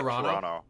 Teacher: Anybody who's actually genuinely Canadian, especially from Toronto, the last T you don't actually pronounce